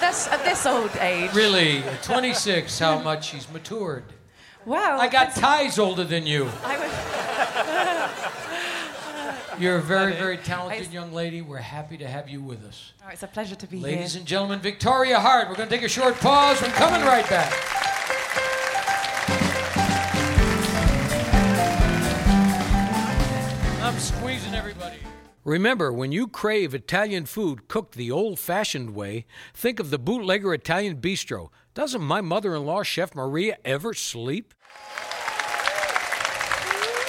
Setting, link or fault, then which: setting, live audience